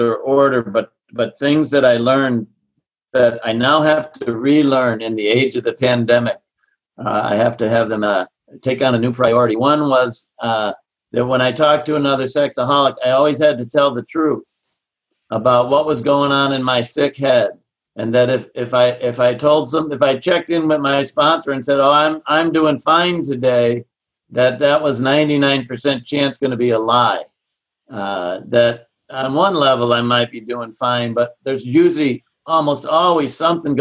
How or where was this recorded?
video call